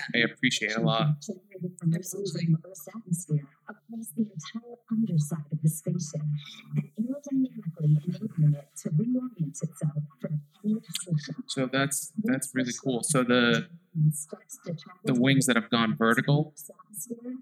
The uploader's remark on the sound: Apologies for any sound issues, I introduced a new microphone